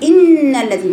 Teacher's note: تنزلي من كسرة الى نون فيها غنة